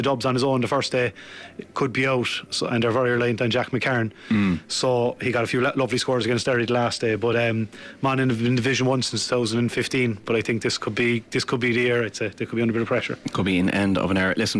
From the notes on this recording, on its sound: live from Virgin Media Park in Cork